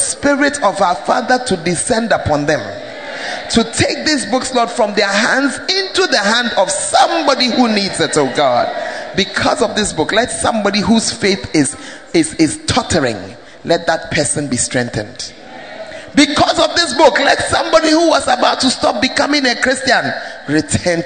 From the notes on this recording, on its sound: preached in First Love UCC